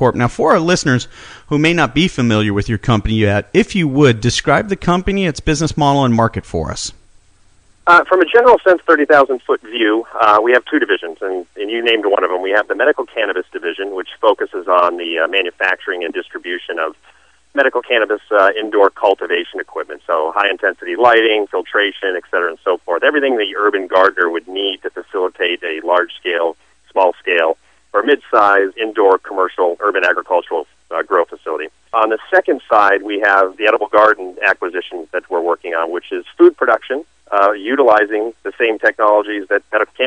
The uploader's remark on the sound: called into SmallCapVoice.